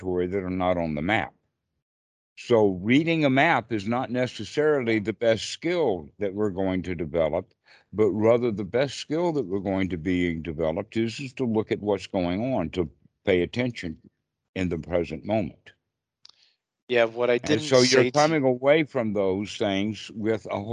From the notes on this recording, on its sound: skype calls on this channel